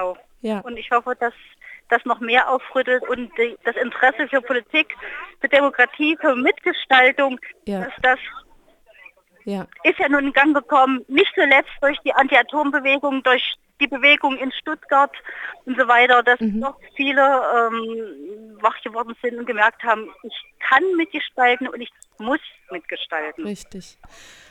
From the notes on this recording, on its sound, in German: bei Radio Darmstadt über Telefon aufgezeichnet